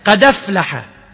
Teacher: إذا قلنا بالنقل فننقل حركة الهمزة إلى الدال